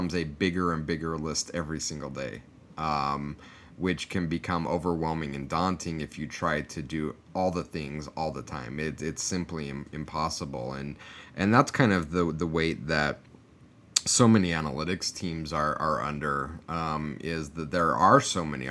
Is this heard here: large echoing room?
no